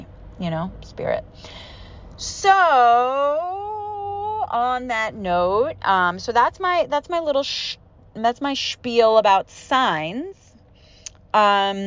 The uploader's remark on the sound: grieving alone in my car